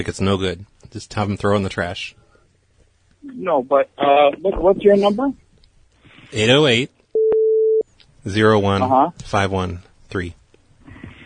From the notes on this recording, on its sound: Prank Phone Calls